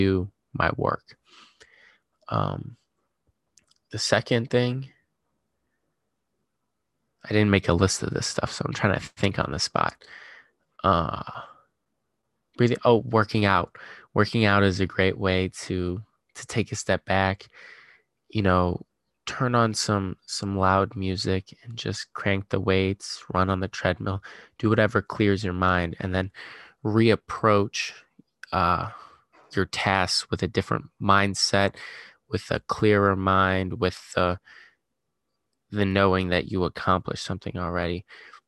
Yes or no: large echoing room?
no